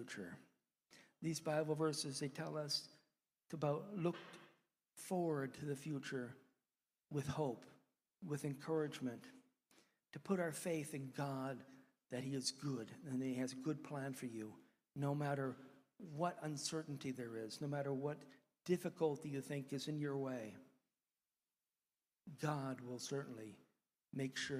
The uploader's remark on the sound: one of the sermons preached during our church service